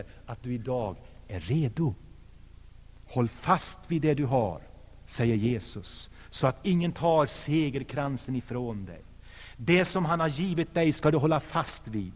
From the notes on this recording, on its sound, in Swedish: Inspelad i Saronkyrkan, Göteborg 1984-12-16.